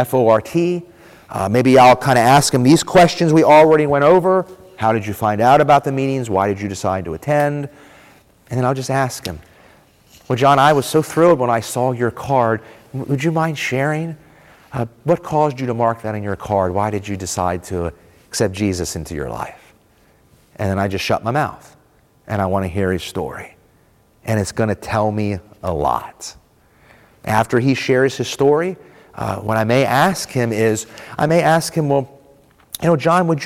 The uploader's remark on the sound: This was the first breakout session in the reaping meetings track of the 2023 Propel Conference.